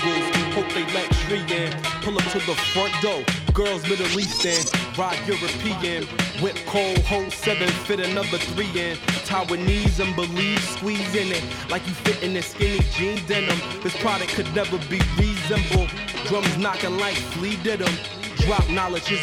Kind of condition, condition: setting, busy venue